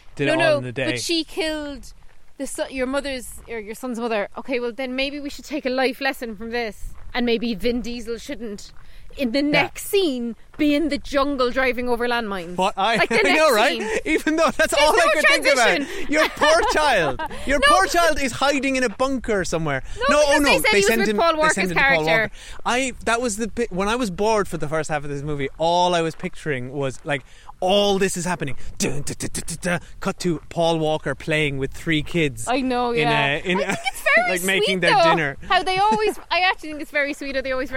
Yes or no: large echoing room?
no